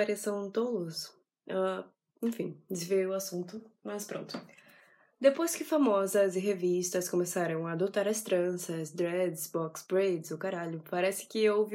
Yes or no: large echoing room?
no